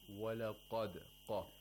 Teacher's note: when pronouncing qaf, you have to raise the root of the tongue. · Term: isti'la